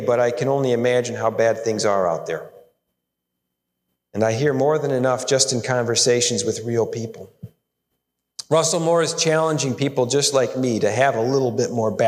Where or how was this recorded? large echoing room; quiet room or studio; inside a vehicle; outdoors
large echoing room